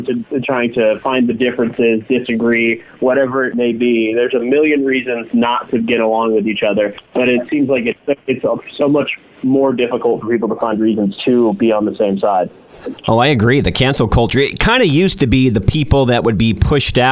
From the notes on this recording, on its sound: What happens when you cross a local radio host, with two dynamic phone calls (that are radio hosts themselves)?